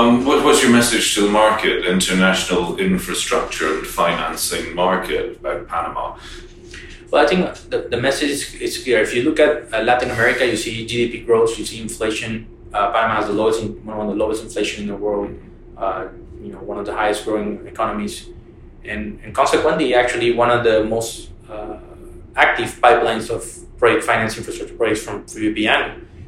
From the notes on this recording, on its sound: podcasts recorded at the Inter American Development Bank conference – PPP Americas